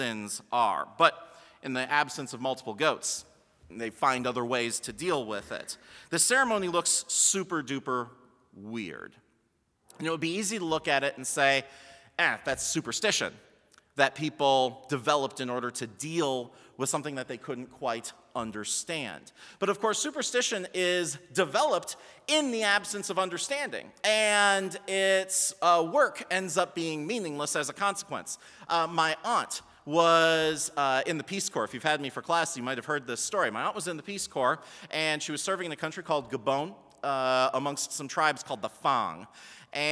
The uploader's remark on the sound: Sermon from BLC Chapel - February 25, 2020